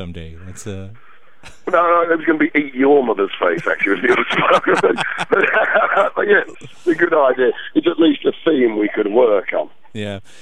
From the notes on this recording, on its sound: took some time on the phone